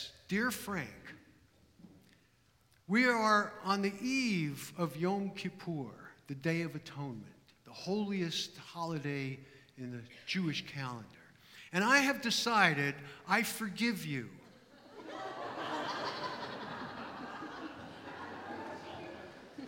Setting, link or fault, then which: setting, live audience